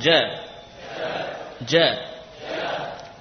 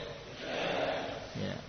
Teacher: tiga huruf ini, jim, shin, dan ya, berasal dari tengah-tengah lidah